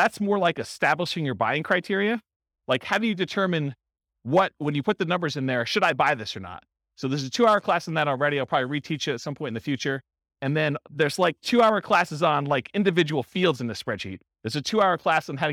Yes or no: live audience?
yes